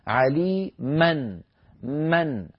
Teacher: نطقت ميما مفتوحة بعدها نون ساكنة. يعبر عن ذلك في الخط بميم فوقها فتحتان، أما الفتحة الأولى ففتحة الميم، وأما الفتحة الثانية فعلامة التنوين.